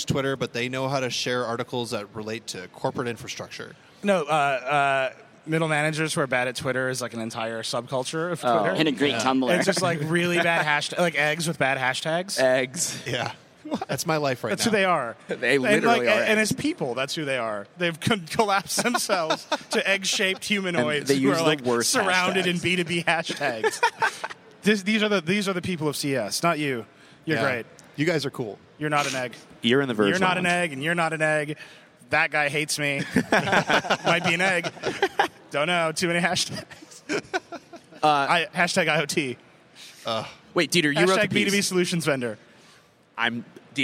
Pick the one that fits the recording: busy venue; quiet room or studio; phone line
busy venue